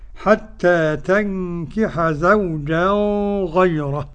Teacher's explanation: وقرأ أبو جعفر بإخفاء التنوين في الغين